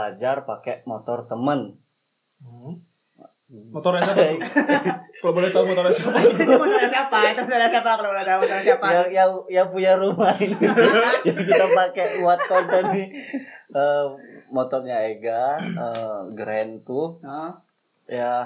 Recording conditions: poor sound quality